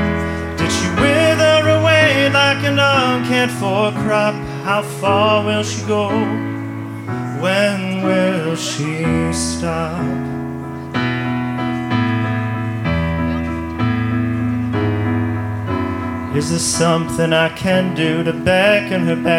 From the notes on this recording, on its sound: Recorded live at Late at the Lake, at Mozart's Coffee Roasters in Austin, Texas on Tuesdays, November 1st and November 8th.